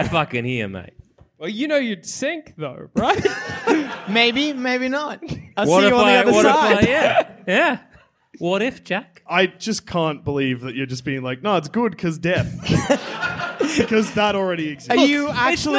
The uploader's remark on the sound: recorded at the Wardrobe Theatre in Bristol